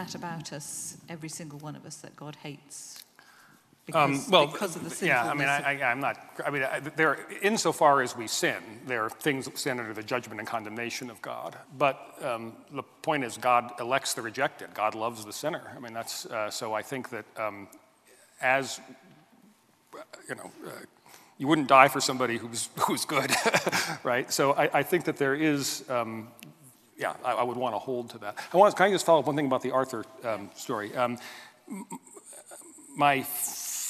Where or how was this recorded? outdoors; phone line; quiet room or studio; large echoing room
large echoing room